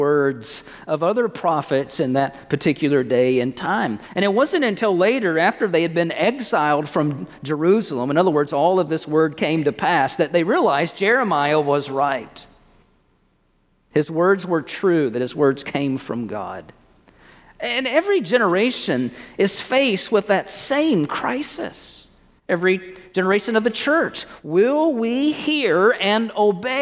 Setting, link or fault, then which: setting, large echoing room